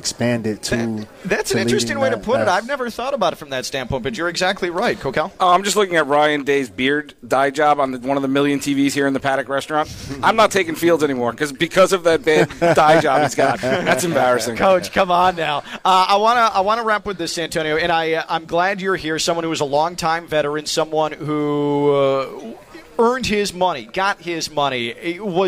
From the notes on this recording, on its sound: live from the Palm Beach Kennel Club